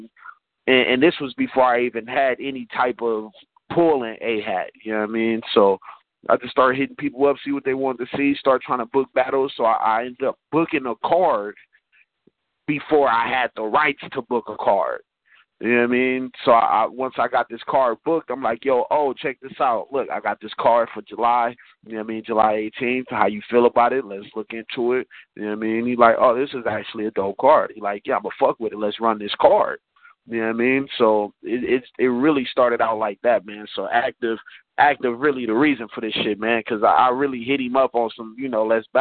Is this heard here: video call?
no